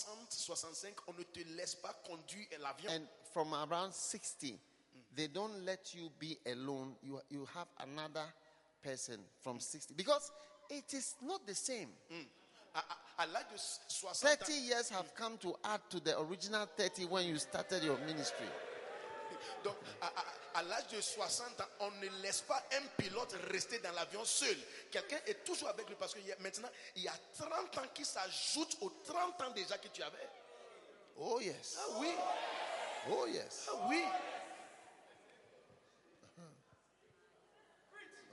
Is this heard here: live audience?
yes